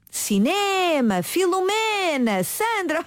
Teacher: É uma palavra cujo acento tónico se encontra na penúltima sílaba. Cinema, Filomena, Sandra, os nossos nomes são graves, é verdade. · Term: palavra grave